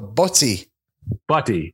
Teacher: It's pronounced with T's, though, not D's.